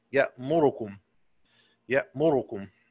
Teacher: يعني الدوري يقرأ مثل السوسي بالإسكان، لكن له وجه آخر اللي هو اختلاس ضمة الراء، يقرأ هكذا يأمركم يأمركم هكذا، يبقى له يأمركم أو يأمركم.